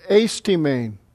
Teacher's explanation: The preposition ace is a proclitic, no accent, so it's ace timein.